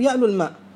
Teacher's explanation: يحذف المد في اللفظ، لا تنطق الواو في اللفظ لكنها تكتب · Term: حذف المد لفظا لا كتابة